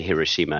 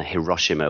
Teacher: you're supposed to try and put the emphasis, equal emphasis on each syllable · Shown in: first take · which is very hard for us Westerners used to emphasizing, you know, the second or third syllable in a word.